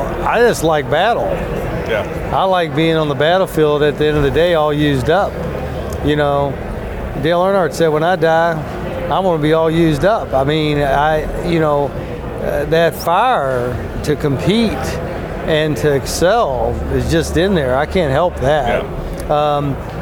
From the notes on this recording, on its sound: This episode was recorded at CPAC Texas.